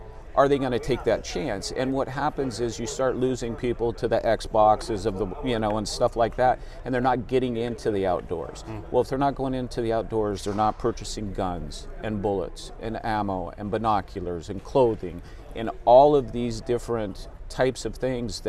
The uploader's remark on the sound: live at The 40th Annual NADEFA Conference